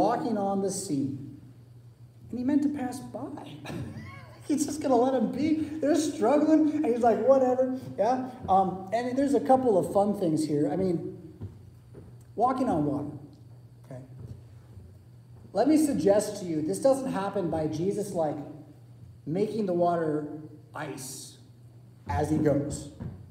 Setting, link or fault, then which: setting, large echoing room